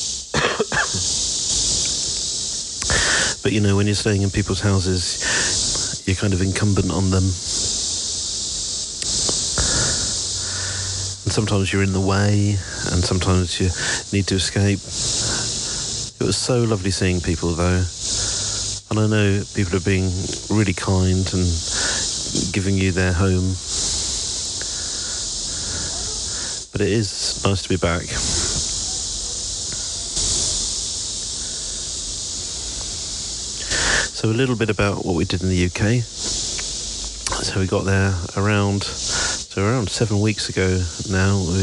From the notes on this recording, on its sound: Here are a selection of short audio clips, often recorded on the move as I'm traveling.